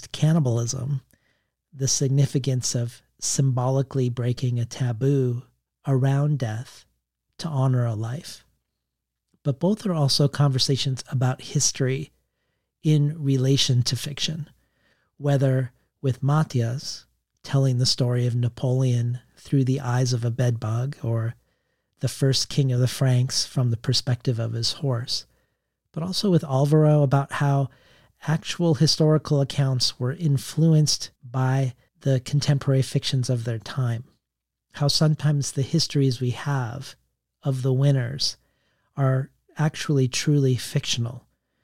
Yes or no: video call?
no